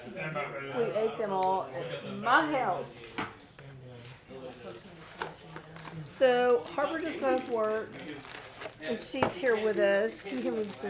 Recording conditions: background noise